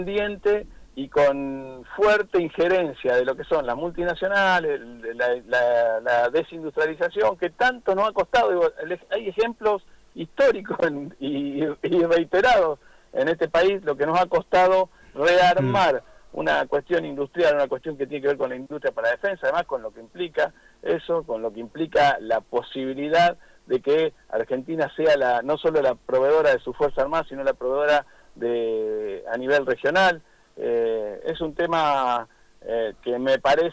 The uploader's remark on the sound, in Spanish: Entrevista telefónica